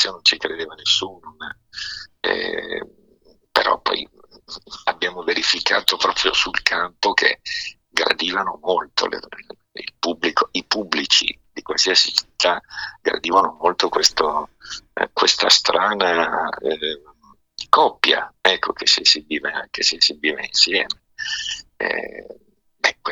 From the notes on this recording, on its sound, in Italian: INTERVISTA TELEFONICA.